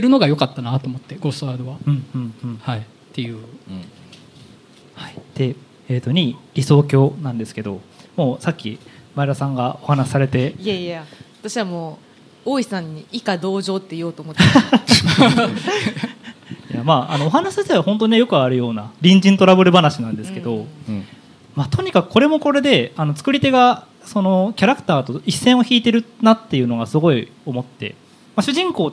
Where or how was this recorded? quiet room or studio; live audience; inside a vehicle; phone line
live audience